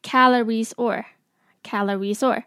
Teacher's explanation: Calories 的 es 跟 or 会连在一起说，变成 calories or · Term: 连音